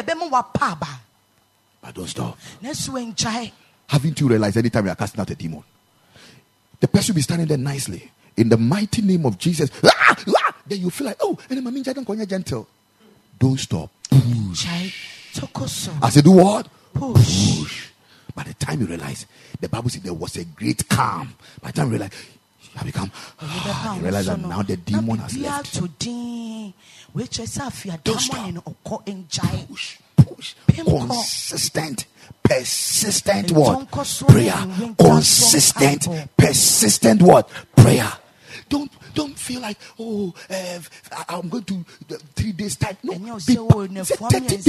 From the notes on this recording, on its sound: Preached at the Ekklesia Campus